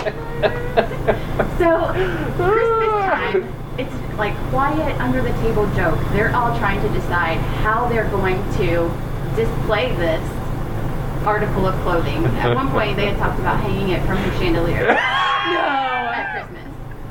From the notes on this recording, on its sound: On location. There are some sound issues with the background.